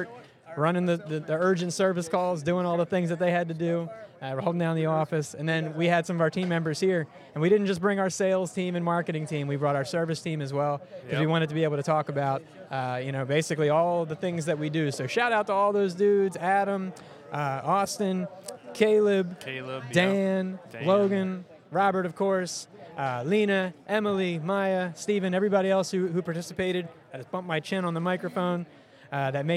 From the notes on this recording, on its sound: Live from AB Show 2023. Recorded LIVE at the Athletic Business Show in Baltimore MD! Our team shares the sights and sounds of our first tradeshow as exhibitors.